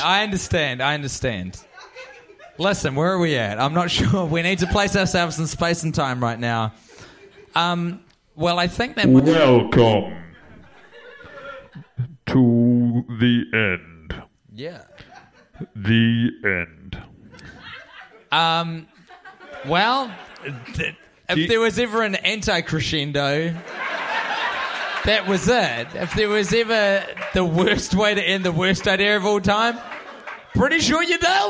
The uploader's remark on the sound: Recorded live in front of a soldout CineFamily crowd on Sunset in Los Angeles, California. After a public viewing of the movie.